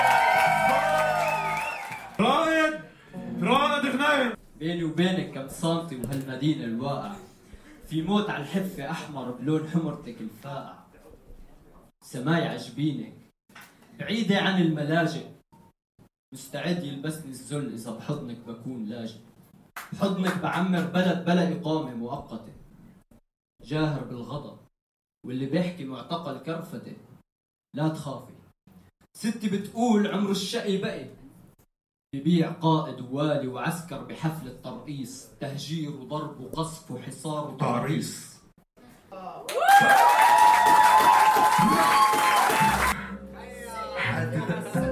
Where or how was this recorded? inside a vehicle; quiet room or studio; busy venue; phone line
busy venue